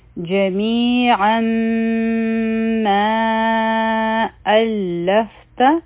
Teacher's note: دی په تنوین او نون ساکن کې یو قسمه آواز وي مخکې چونکه میم مشدد راغی نو دلته کې به مونږه ادغام کو د غنه سره